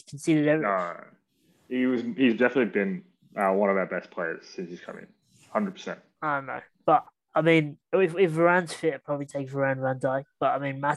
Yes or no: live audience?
no